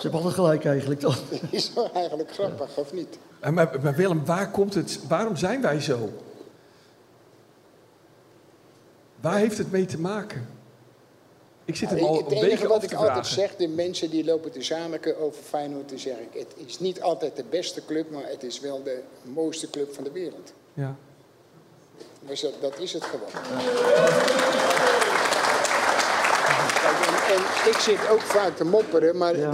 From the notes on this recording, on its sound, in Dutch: Ruim tweehonderd mensen sloten de huldigingsdag van Feyenoord maandagavond af in poppodium Annabel in Rotterdam